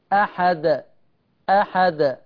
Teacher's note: وقفت سكنت، فلما سكنت الدال هنا تحقق شرط القلقلة، فما أقفش برضه أقول أحد واكتم الدال.